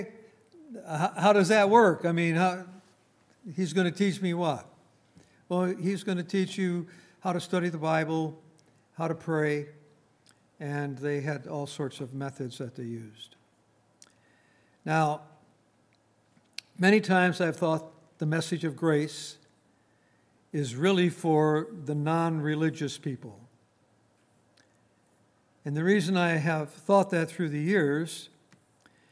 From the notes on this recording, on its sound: Recorded on May 12, 2019, at Grace Bible Fellowship in Front Royal, VA.